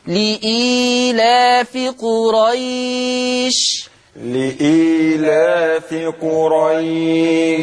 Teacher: يبقى إذن قرأنا البدل بالتثليث، قصر ثم التوسط ثم الإشباع · Term: مد البدل